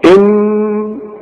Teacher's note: كل نون في القرآن ما دام عليها الشدة لازم تغن بمقدار حركتين، يعني تقف عندها وتغنها.